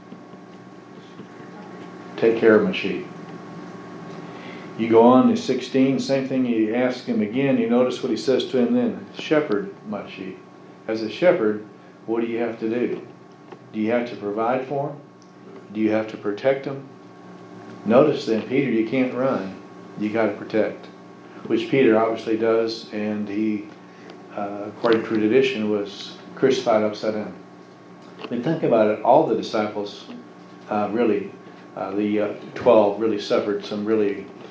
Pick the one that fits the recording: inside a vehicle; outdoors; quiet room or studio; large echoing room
large echoing room